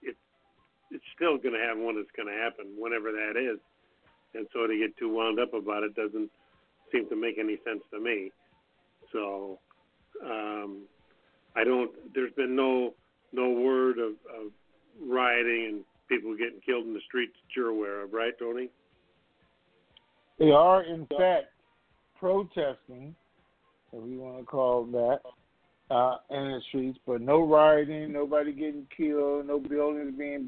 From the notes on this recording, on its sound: TNTSuperfantastic Conference Call.